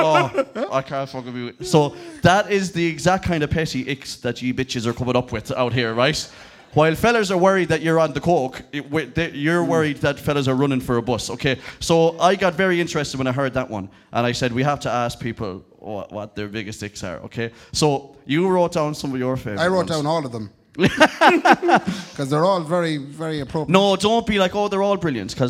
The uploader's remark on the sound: live at Anderson’s